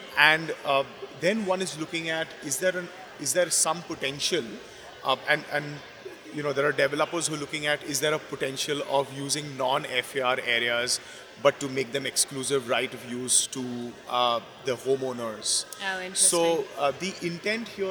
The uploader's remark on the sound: Deconstruct Live at The Real Deal's Miami Forum. We're bringing you an interview we did live.